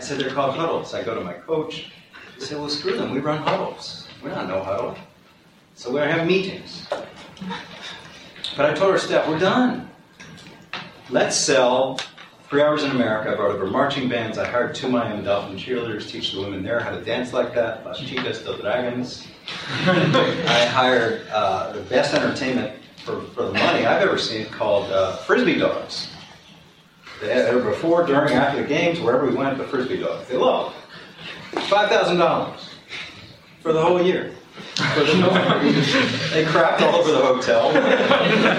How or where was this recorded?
busy venue